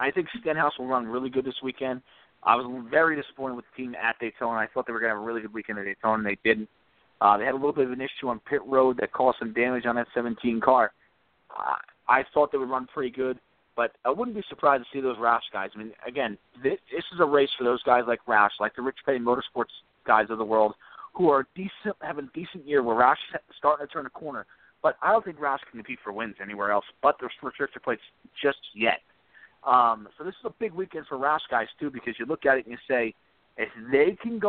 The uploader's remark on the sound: take your phone calls